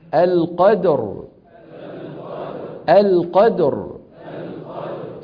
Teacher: فإذا وقفنا بالسكون تصبح الراء ساكنة وقبلها مفتوح، فنفخم